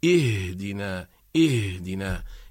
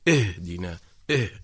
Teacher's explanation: إذا أخرجناها حادة أصبحت تميل إلى القلقلة · Shown in: second take